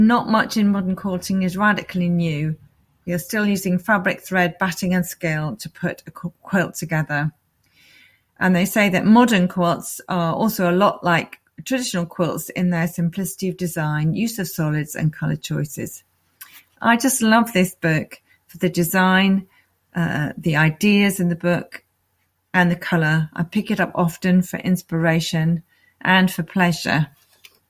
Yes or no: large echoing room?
no